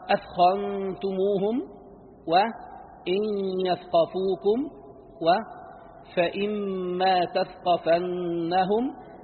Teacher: ذكر الثاء وهو حرف مهموس، فإذا وقع قبل الخاء والقاف والراء والنون لخص بيانه، يعني صار لطيفا مستفلا، هذا مقصوده.